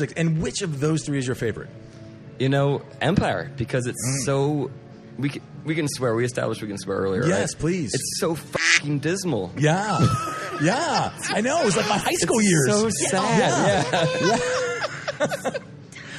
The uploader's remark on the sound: Live from Pour Taproom!